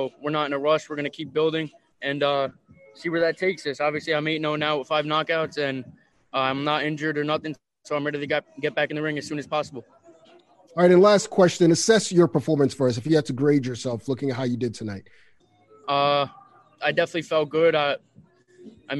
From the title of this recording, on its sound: Post fight Media Conference